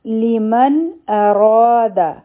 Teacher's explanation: به غټ وایو او دا حرفي مده هم دی ځکه چې د زور نه پس الف راغی نو دا به دوه حرکا راکاږو